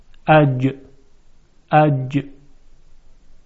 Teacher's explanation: خب، برای تلفظ این سه حرف جیم، شین و یا، وسط زبان به طرف بالا میل پیدا میکنه و نزدیک میشود به سقف دهان. در حرف جیم وسط زبان برخورد میکنه به سقف دهان